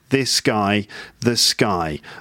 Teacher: The connection of this guy, so when you connect this guy, it makes the G and a K sound almost exactly the same. The G at the beginning of guy can sound like a K sound. · Term: connected speech